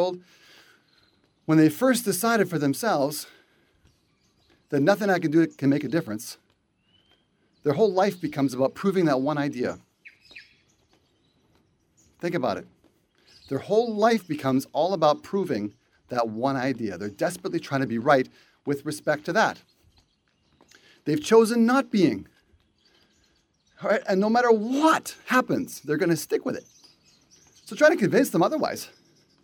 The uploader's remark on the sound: walk and talk